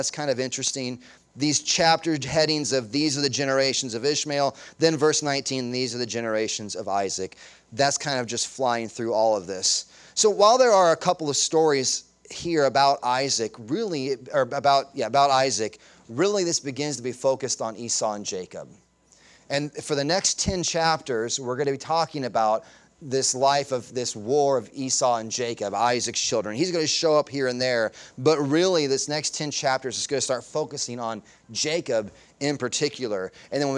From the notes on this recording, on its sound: Sunday Morning Sermon Audio